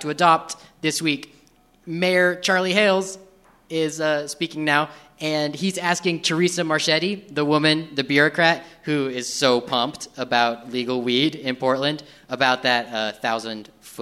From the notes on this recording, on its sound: Real life sounds from the Portland City Council inspires improv on stage at Curious Comedy Theater.